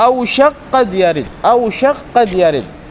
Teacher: تقرأ بتسكين الكاف للوزن ثم تدغم في القاف فتصير قافا مشددة · Term: إدغام